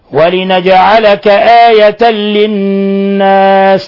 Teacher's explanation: تنوين فتح جاء بعده حرف اللام، الحكم التجويدي إضغام بغير غنة لأن اللام أحد حرفي الإضغام بغير غنة.